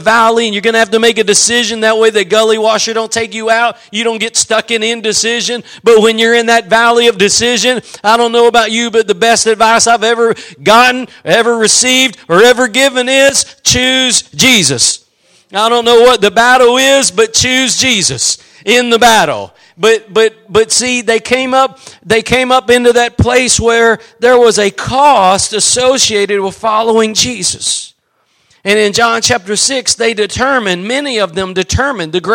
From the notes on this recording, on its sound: Preached at Gospel Lighthouse in Bossier City, La.